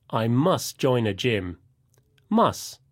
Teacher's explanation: And must sounds like must without the final t sound.